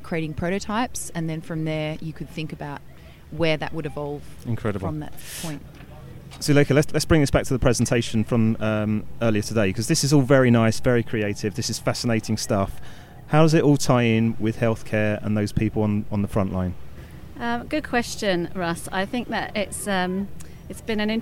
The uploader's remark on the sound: In the first of our series of shows being produced at Cannes Lions International Festival of Creativity 2017.